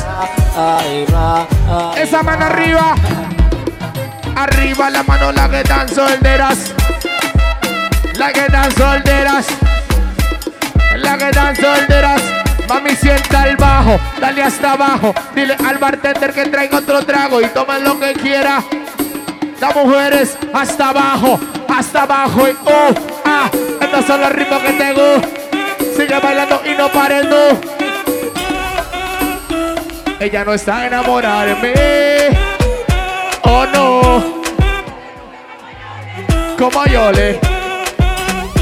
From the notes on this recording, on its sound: LIVE SHOW AT BAR ARRIBA -PLAYA SAMARA CR. Audio en vivo.